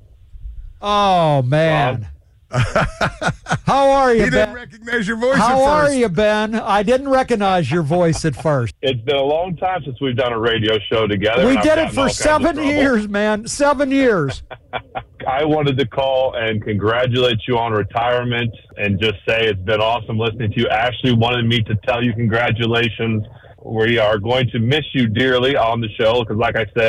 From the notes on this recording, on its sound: called in so give his congratulations